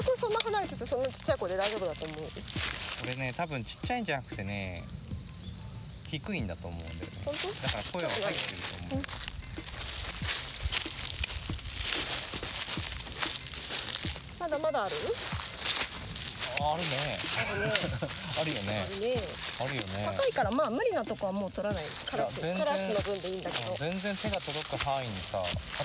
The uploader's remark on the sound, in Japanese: 今回は、畑の中に鈴なりの柿をどんどこもぎながらの収録。柿作業に夢中で、話題は断続的。